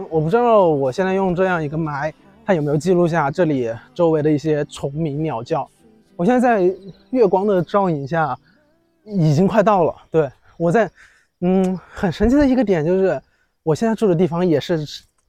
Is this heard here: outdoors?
yes